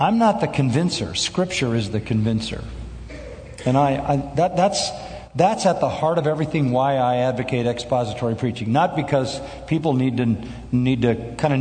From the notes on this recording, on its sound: from the Shepherds' Conference - Inerrancy Summit